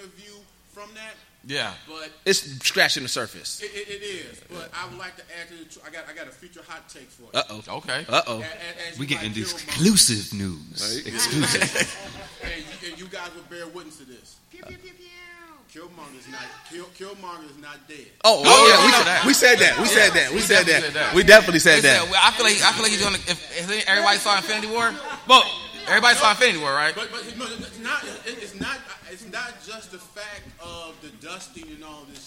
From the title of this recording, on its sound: GEEKSET LIVE AT WAKANDACON